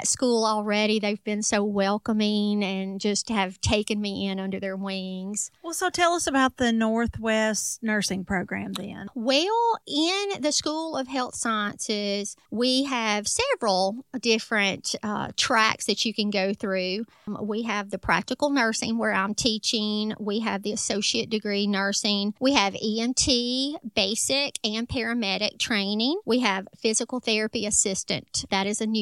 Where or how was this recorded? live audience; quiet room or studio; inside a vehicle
quiet room or studio